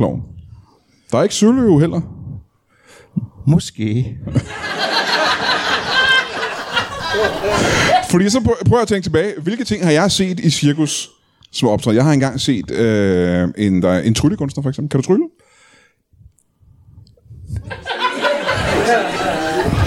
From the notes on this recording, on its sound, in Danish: LIVE fra Ramsømagle. Ugens afsnit er optaget i Ramsømagle forsamlingshus foran et episk publikum.